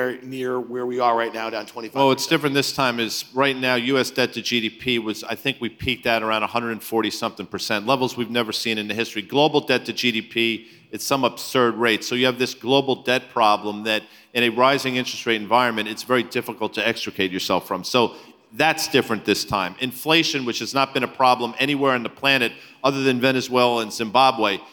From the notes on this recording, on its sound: speak at the Zeta Live conference